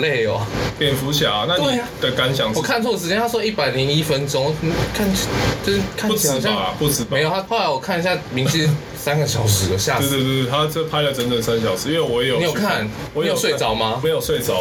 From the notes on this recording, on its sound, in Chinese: 這集是試錄的節目。如果音質稍有粗糙。